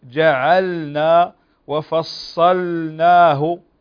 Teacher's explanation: انتبه لكلمة جعلنا وفصلناه، أظهر اللام